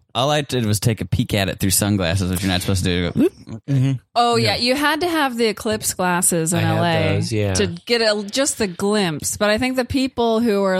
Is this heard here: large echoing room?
no